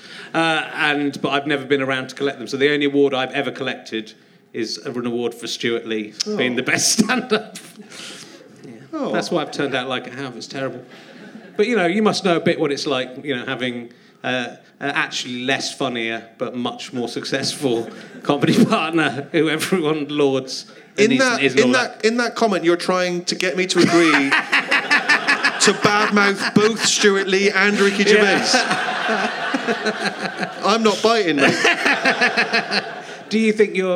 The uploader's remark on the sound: Leicester Square Theatre Podcast